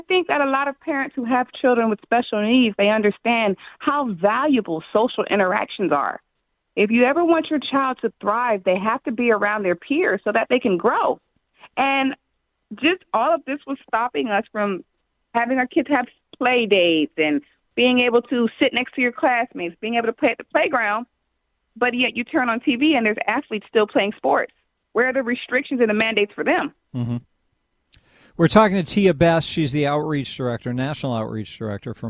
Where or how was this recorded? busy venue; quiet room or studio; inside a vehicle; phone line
phone line